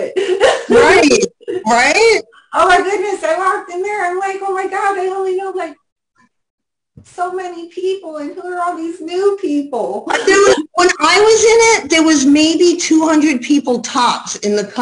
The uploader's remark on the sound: our 9/11/2022 Zoom Show